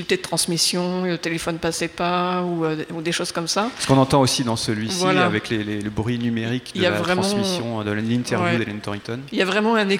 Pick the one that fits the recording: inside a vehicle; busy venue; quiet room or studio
busy venue